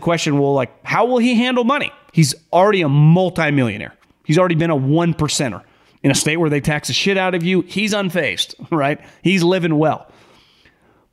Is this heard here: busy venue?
no